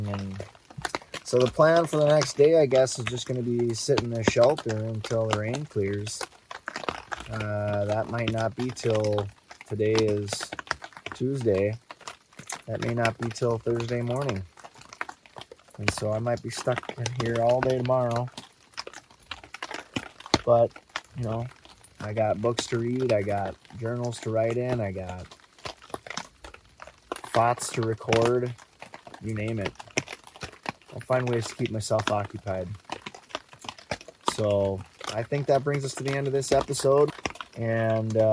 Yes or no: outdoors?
yes